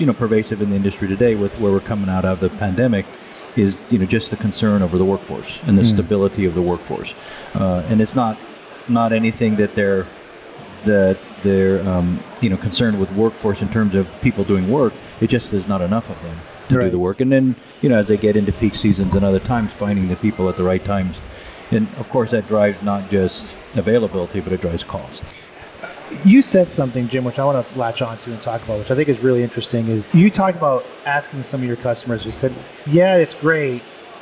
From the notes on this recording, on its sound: On location at MODEX 2022